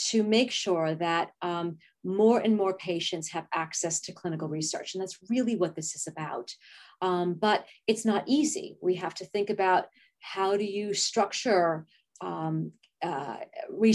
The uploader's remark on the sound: In this 9 minute webinar